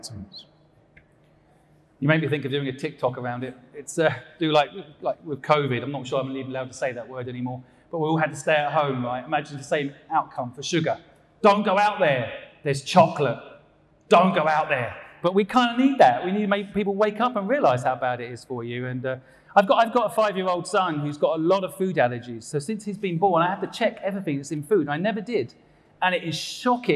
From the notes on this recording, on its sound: LIVE on stage at Ideas Fest 2022.